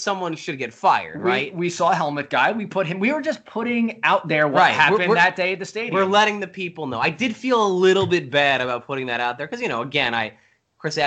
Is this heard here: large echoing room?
no